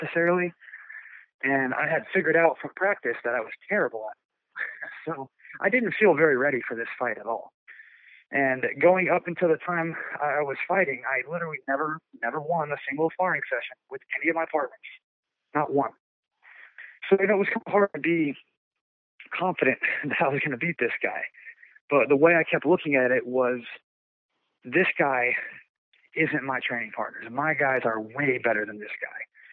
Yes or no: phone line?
yes